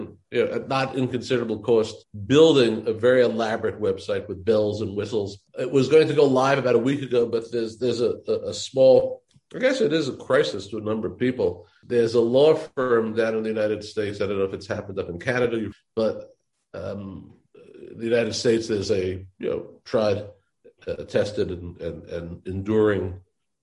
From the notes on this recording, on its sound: We spoke recently via Zoom